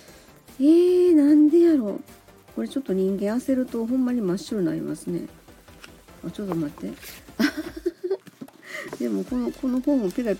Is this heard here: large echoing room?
no